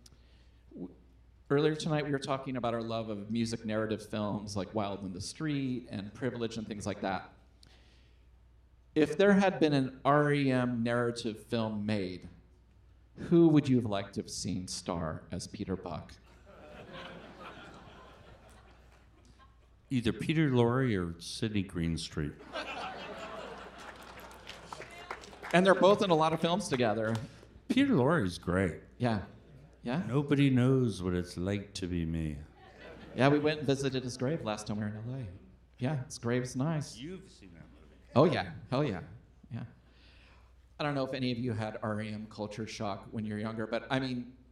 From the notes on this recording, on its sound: This week’s episode was recorded in front of live audience on Dec. At Cinema 21 in Portland, Oregon.